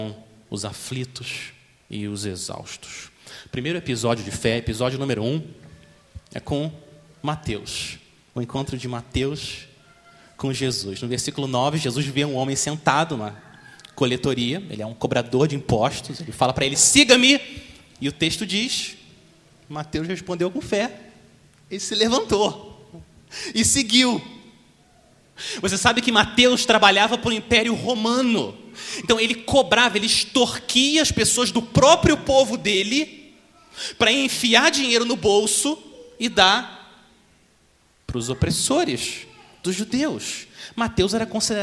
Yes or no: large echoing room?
yes